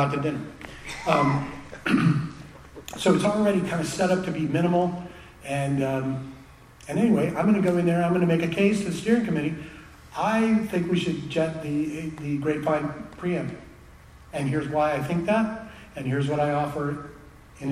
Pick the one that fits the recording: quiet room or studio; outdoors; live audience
live audience